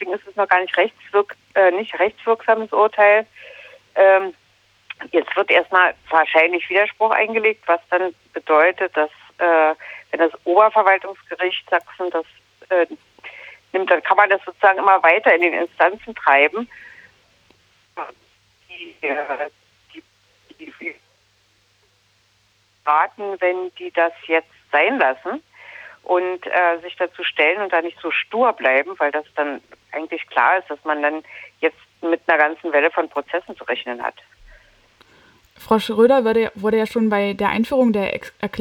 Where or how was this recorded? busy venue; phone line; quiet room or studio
phone line